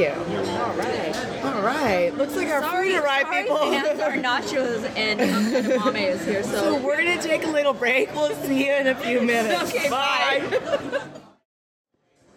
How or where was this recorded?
busy venue